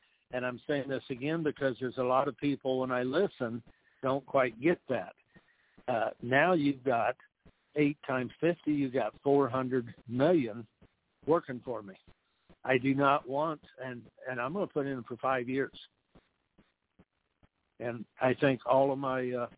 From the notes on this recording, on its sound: TNTSuperfantastic Conference Call.